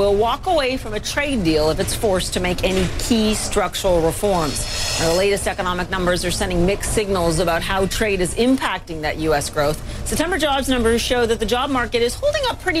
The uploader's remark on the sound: live from the New York Stock Exchange